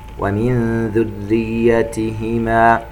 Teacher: ونضغط على الحنك عند التلفظ بالراء المشددة المكسورة كي ترقق